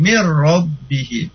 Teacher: Enggak boleh didengung ya. Langsung mir rabbihim.